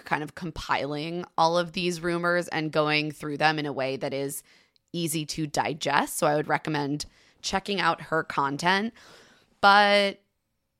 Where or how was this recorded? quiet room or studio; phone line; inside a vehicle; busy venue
quiet room or studio